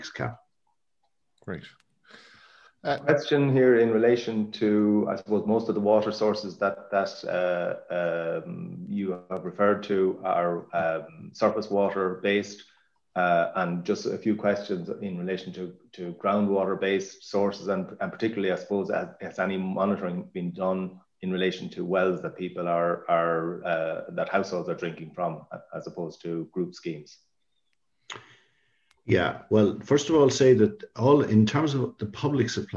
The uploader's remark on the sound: Podcast version of the Signpost Series webinar. The webinar was followed by a Q&A session.